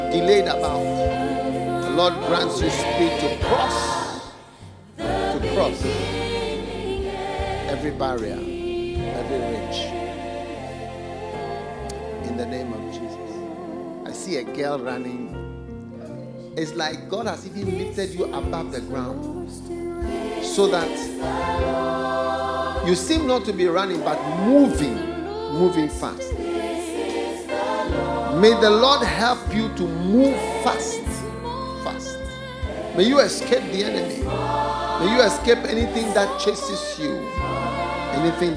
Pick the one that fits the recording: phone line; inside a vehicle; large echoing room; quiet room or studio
large echoing room